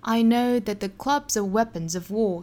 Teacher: 同样重读音节呢，分别在 club 和 weapon 的 w 上。最后的 war 也是重读的